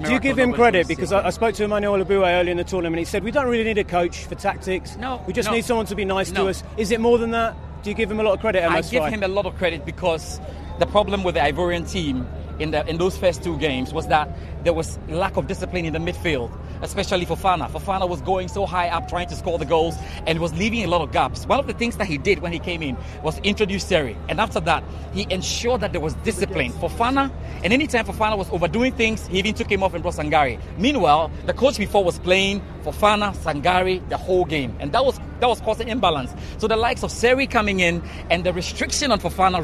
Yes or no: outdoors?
yes